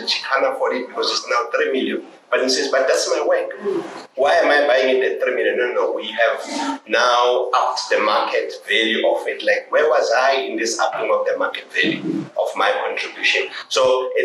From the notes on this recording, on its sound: The Funda Centre. The following is the unedited recording of the panel discussion/ round table/ mic in the middle moment.